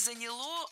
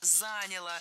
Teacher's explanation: Нет, плохо, потому что не заняло, а заняло. Ударение не ставим на окончание ни в коем случае. · Shown in: second take · Term: окончание не ударяем